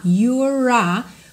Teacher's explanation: O E não é pronunciado. Nesse caso aqui, eu vou ligar o R direto no A. You're a, com o R enroladinho da porta com a perna esquerda, ok?